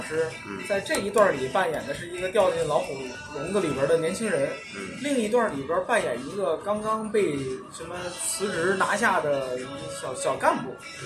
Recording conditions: phone or laptop microphone